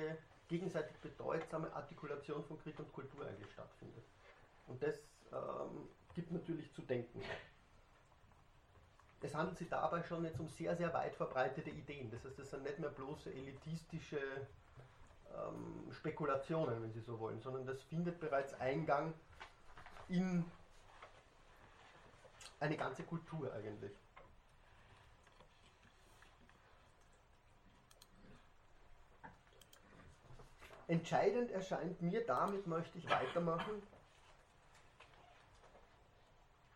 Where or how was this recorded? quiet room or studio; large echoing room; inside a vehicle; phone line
large echoing room